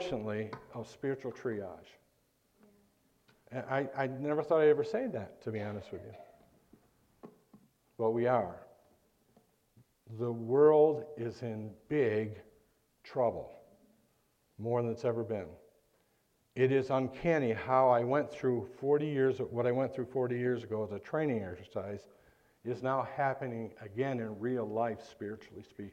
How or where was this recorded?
large echoing room